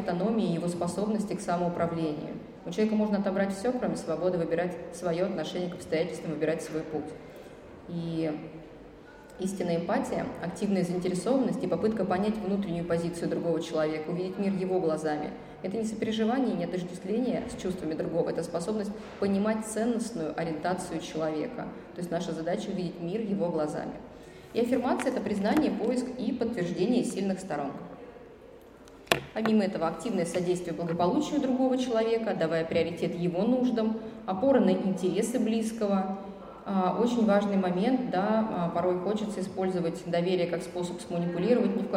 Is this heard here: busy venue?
yes